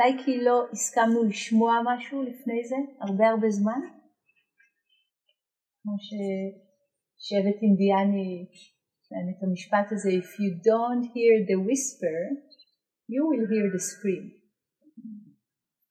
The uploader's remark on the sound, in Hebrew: שימו לב שאיכות ההקלטה בינונית. ההקלטה שוחזרה ועובדה בדרך נס.